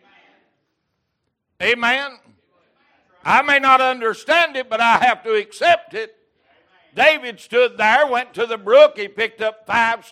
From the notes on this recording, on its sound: Recorded November 13, 2022 - Sunday Morning Service